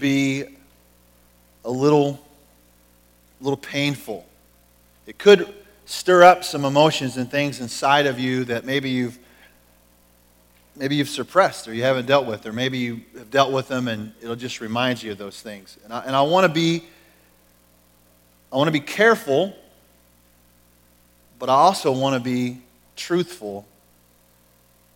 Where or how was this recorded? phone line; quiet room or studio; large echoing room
large echoing room